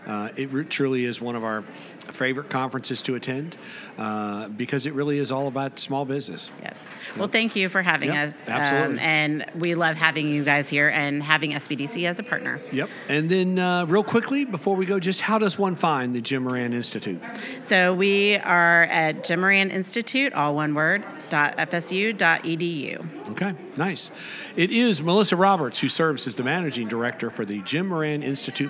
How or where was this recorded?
busy venue